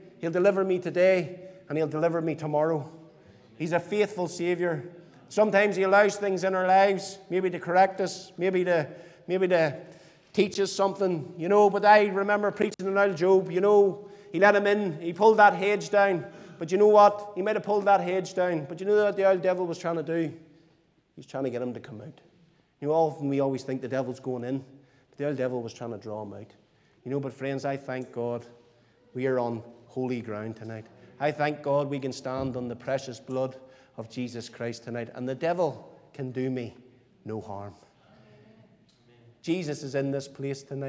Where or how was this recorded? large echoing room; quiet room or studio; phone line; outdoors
large echoing room